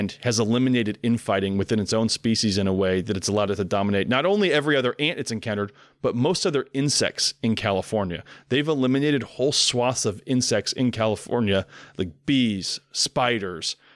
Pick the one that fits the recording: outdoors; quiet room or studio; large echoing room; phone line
quiet room or studio